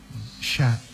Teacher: Saat kita tidak membuka mulut untuk huruf sya, maka yang terjadi adalah sho